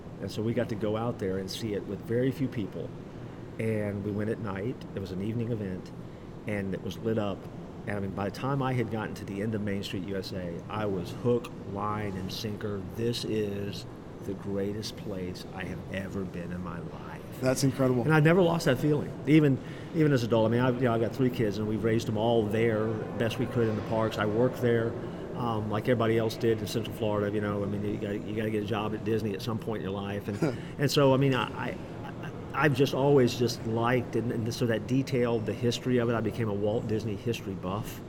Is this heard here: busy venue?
yes